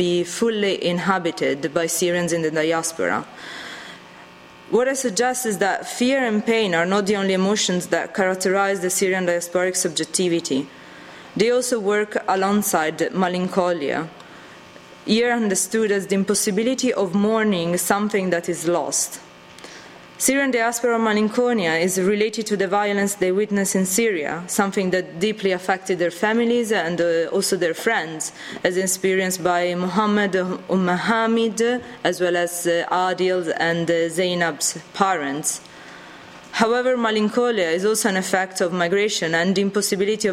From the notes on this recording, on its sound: RSC 2014 Conference: Refugee Voices: Panel 18. Recorded on 25 March 2014 at St Anne's College, University of Oxford.